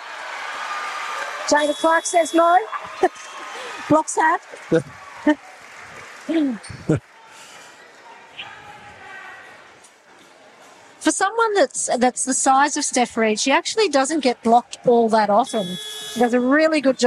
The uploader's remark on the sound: We’re LIVE from the National Convention Centre in Canberra. Despite a tech hiccup we are able to get most of our pre-game chat before tonights live call.